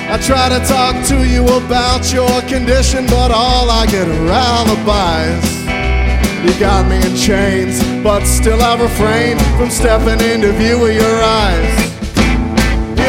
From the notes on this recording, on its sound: Live at The Mint 12-12-14